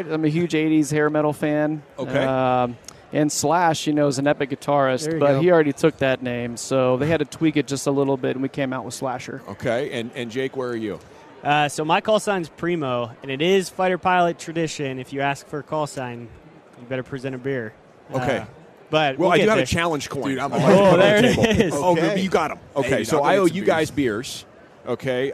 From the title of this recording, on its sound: live from Super Bowl Radio Row